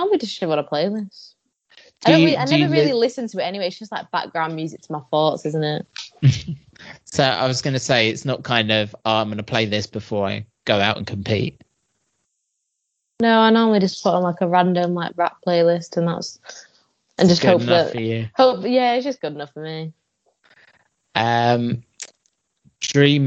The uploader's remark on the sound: I had to use the dreaded Skype for this interview so the audio is not the best at times